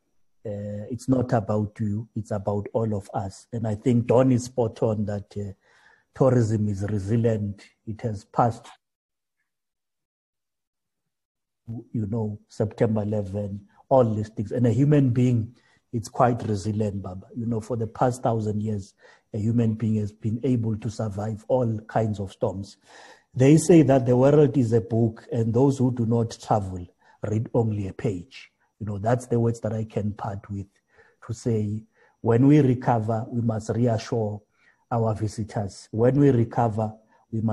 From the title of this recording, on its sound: Webinar discussion